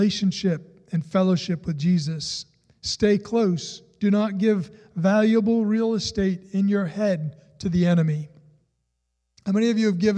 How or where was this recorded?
large echoing room